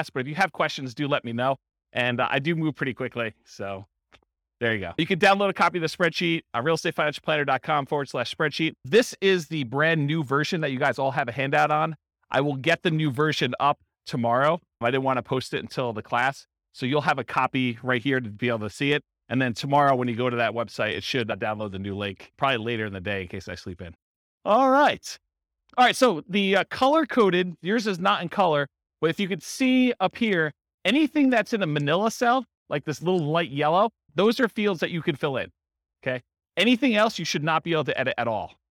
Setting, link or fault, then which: setting, live audience